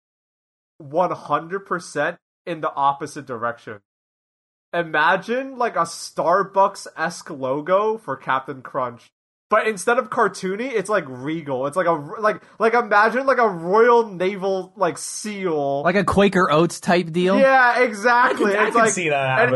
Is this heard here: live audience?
no